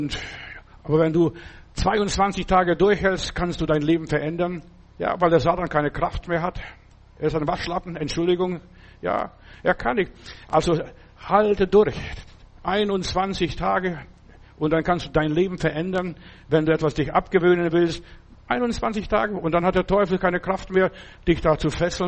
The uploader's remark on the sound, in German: im Gemeinde-Zentrum in Berlin aufgenommen